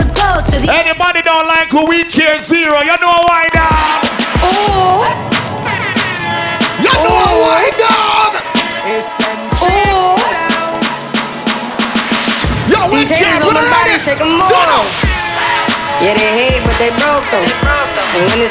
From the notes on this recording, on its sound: Wyncarib. (LIVE AUDIO). Sorry for the clipping sound. RCA to AUX cord was flimsy but whatever.